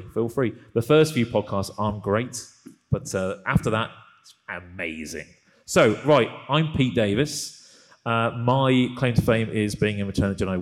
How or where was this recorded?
live audience